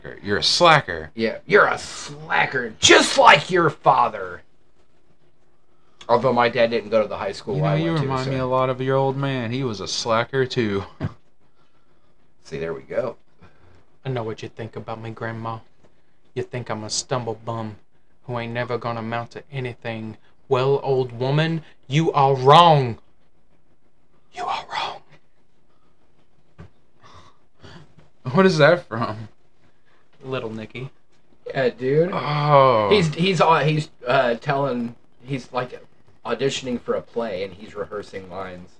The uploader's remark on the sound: We had some technical issues and found out our microphone doesn't like iPhone.